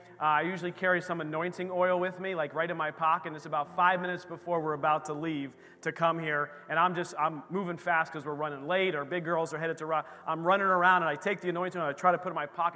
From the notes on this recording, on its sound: This recording is of the whole service.